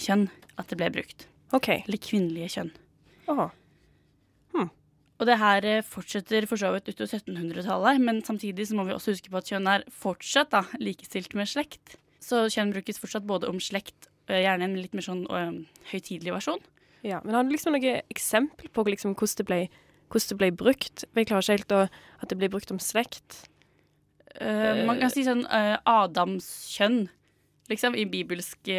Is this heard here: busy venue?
no